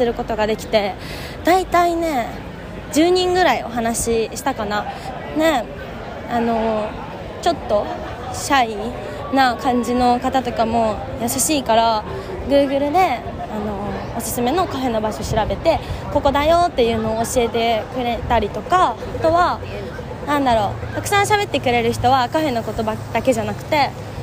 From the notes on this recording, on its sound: Interviews on the street. 今回は初めて路上インタビューというものをしてみて感想と、実際のインタビューも収録してみたので是非聞いてみてね！